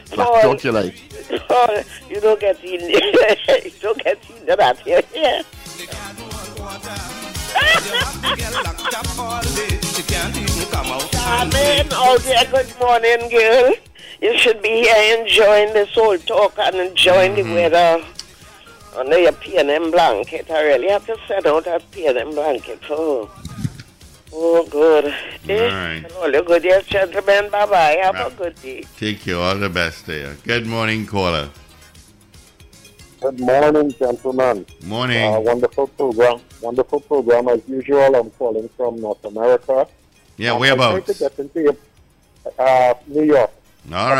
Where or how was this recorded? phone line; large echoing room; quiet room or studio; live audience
phone line